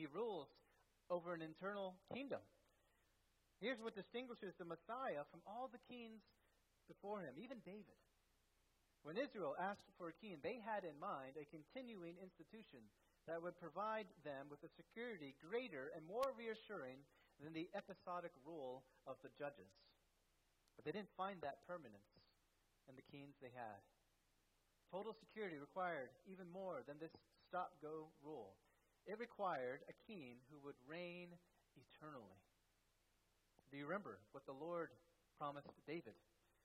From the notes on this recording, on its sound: at First Baptist Church in Delphi, Indiana